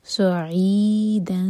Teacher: عین حلق میں آواز لے جائیں گے اور گلا ٹائٹ نہیں کریں گے ورنہ پھر حمزہ کا ٹچ آئے گا